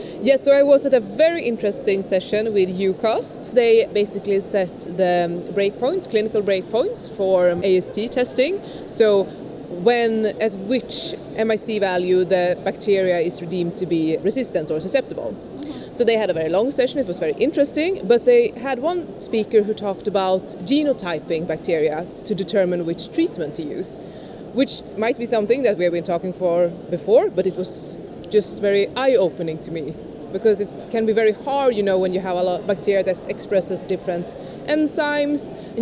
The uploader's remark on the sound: Live from ECCMID23! In Copenhagen at the European Congress of Clinical Microbiology and Infectious Diseases.